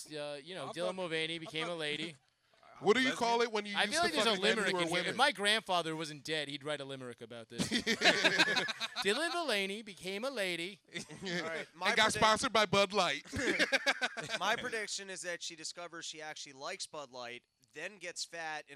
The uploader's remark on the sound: Live From Max's. A live pod.